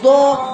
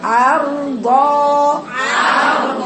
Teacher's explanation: هاتي الضاء مفتوحه ما تعملهاش ضو ما تقوليش ضو · Shown in: second take